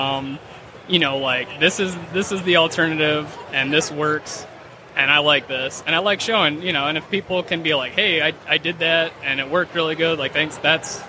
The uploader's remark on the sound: Live at Motor City.